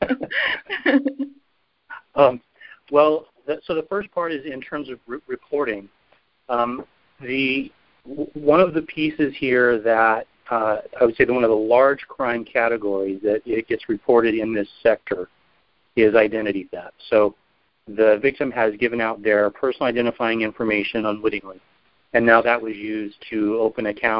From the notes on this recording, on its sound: I hosted a teleconference town hall discussion.